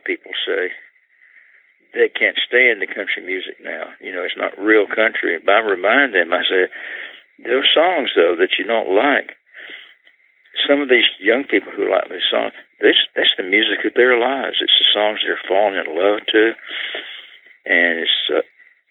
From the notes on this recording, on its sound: he joins us by telephone